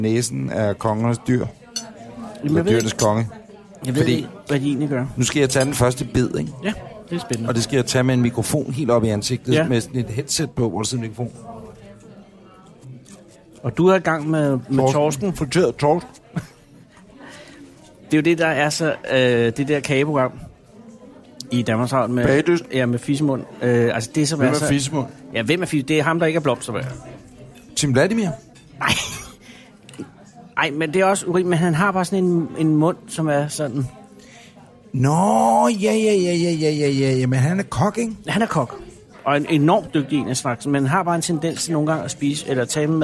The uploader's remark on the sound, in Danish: Restaurant Fischer i København og det er her denne episode er optaget